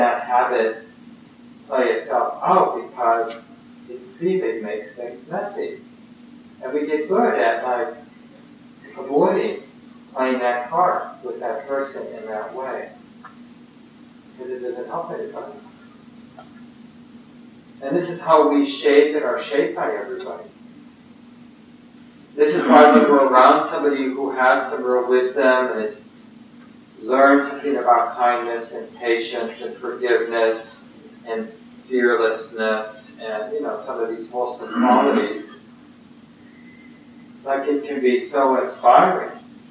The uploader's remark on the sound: Poor Audio Quality